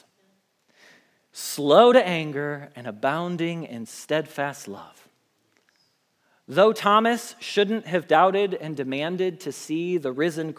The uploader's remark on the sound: Message Preached at Valley Creek Church